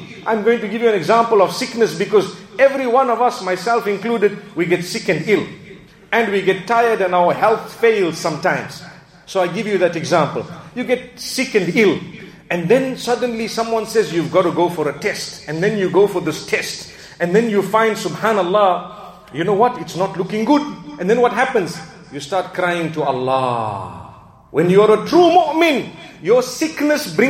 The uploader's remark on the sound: Jumu&#8217;ah Lecture Masjid Ibaadur Rahmaan Uitenhage Eastern Cape